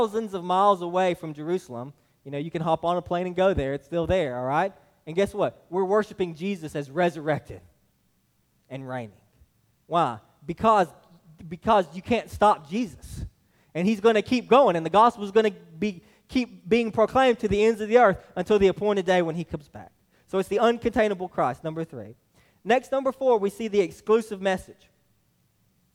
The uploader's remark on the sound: This message was delivered to Hillside Baptist Church in Eastman, GA on 6/11/23